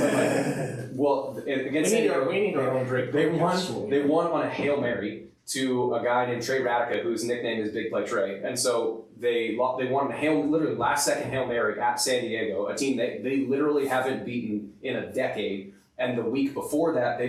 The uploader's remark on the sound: Due to technical difficulties, the audio is a little lower quality than normal